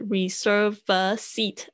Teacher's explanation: a seat 那个跟 v 可以合在一起念